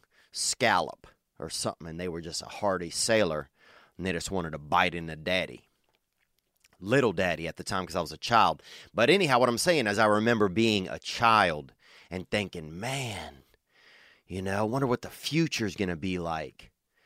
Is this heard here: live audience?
no